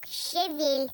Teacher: В моем словаре указано, что ударение надо ставить на второй слог.